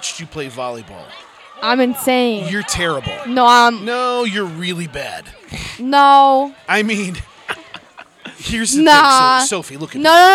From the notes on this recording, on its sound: The second and final live lake episode. Outside in front of a live studio audience during the leaders vs. Students kickball game.